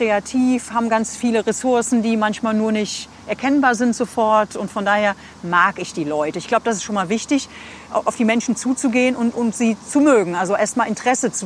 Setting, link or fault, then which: setting, outdoors